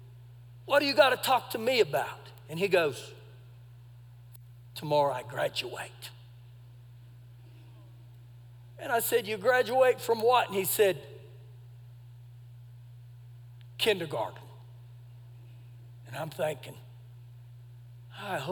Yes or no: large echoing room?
yes